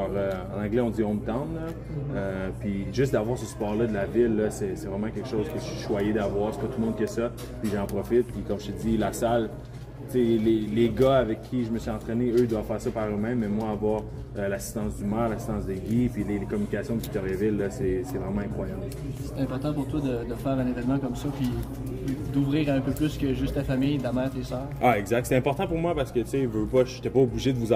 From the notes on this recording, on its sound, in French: En direct de son rassemblement à Victoriaville à l'aube du début du draft.